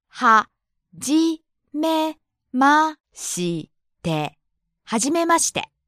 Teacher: the tone goes up on the second syllable and comes down for し.